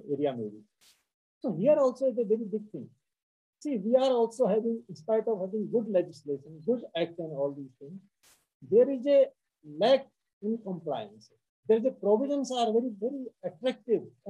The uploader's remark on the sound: Zoom and Facebook Live